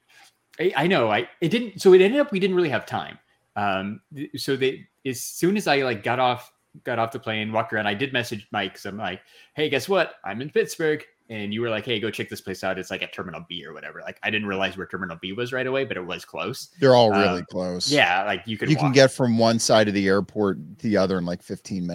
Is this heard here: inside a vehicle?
no